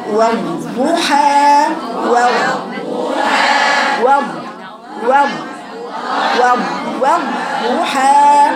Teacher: ما تسكتيش على الضاد الأولى، لا أبدا، جري الصوت واعملي الاستطالة اللي هو طول المخرج